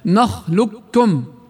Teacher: لاحظ راحت القاف كاملة أدخلت بالكاف، تدغم القاف كاملة فتسقط وتصبح كافا مشددة · Term: الإدغام الكامل